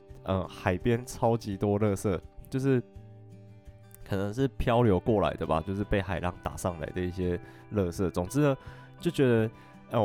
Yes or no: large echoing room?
no